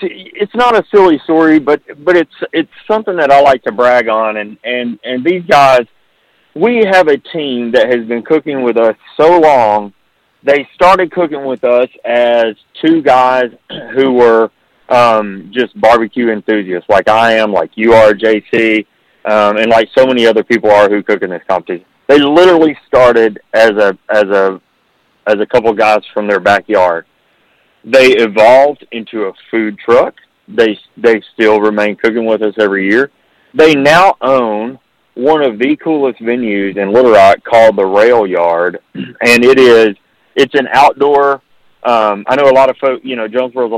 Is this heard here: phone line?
yes